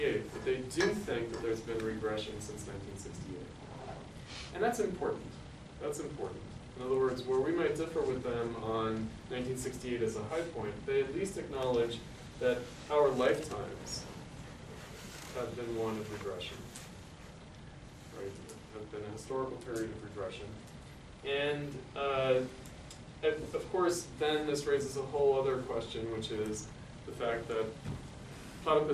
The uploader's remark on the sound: delivered on April 7th, 2012 as part of the 2013 Platypus Affiliated International Convention held at the School of the Art Institute of Chicago